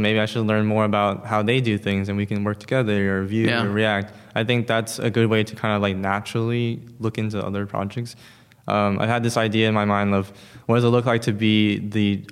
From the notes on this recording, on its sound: On location at ZEIT Day.